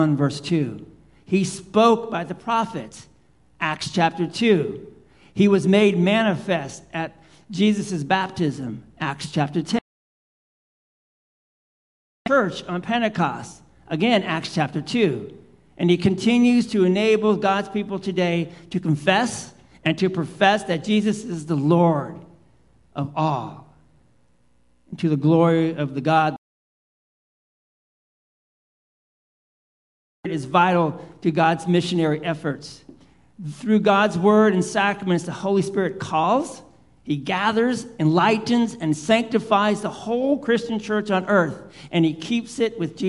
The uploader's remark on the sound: Live Worship Service - Holy Trinity Sunday pt.